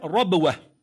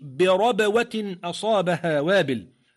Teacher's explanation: فالباء واضحة في الوسط ولكنها مقلقلة